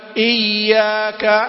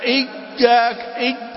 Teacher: بيان تشديدها دون مبالغة حتى لا تشبه الجيم · Shown in: first take